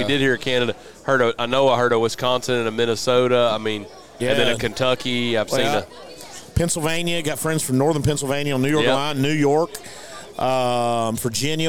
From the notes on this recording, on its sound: Live from West Point, MS. We are LIVE & in line.